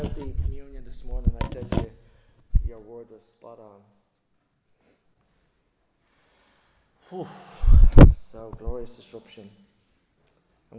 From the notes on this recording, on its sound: Recorded live in Liberty Church on 11 June 2023